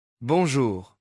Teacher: 这个词的尾巴是鼻音，气从鼻子放出去，别读成清楚的 N。